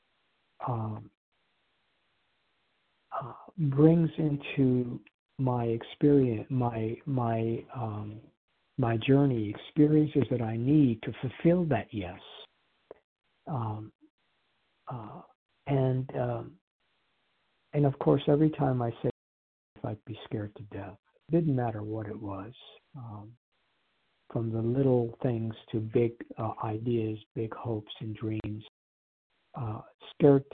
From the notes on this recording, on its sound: Qualification from the 100 Pounders Phone Meeting.